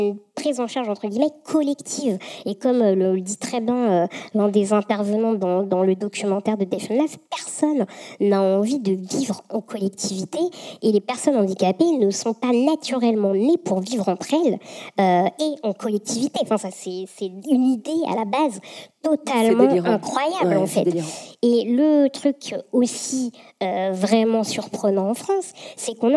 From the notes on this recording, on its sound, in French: Enregistré le 11 octobre dernier au Carreau du Temple dans le cadre du cycle de conférences « Présent·e·s » qui explore la place des femmes dans l’espace public.